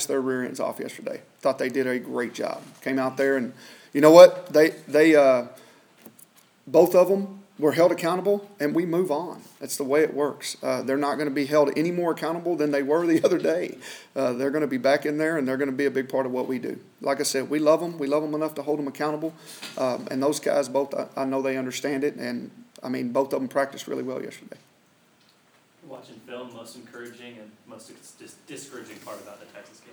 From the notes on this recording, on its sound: weekly press conference with the media